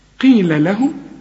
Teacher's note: القاف في آخر درجات التفخيم